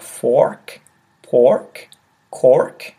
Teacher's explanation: if you're American, you would probably pronounce the R in things like fork, pork, cork